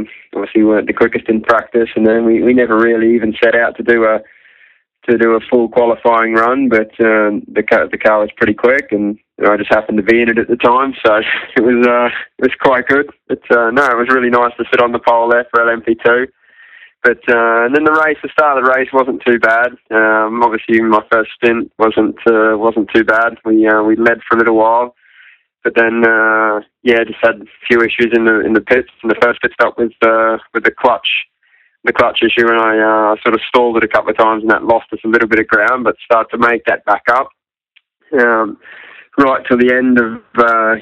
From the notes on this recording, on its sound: joined on the phone